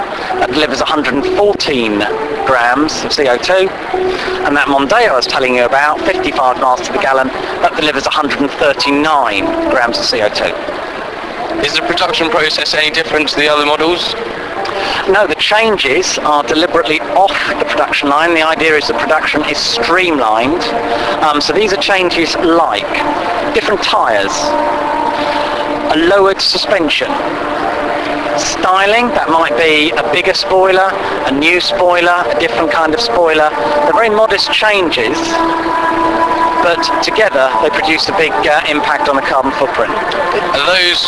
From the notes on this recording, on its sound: This week when walking around the British International Motor Show